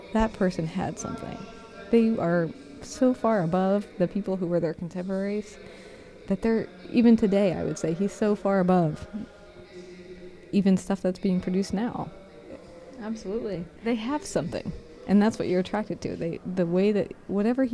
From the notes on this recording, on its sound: a rebroadcast of our walking tour through Rome